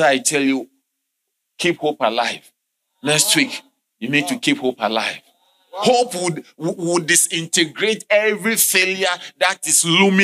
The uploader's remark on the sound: Sermon delivered on Sunday, April 16, 2023, at LCI Mega-Church in Cape Town, South Africa.